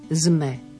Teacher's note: Úzus v slovenčine je prečítať to s ako z.